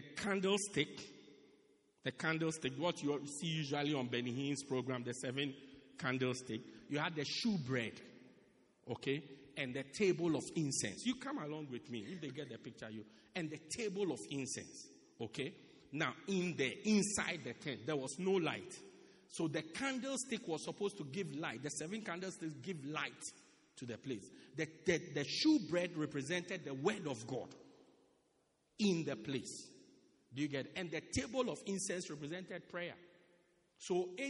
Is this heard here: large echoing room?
yes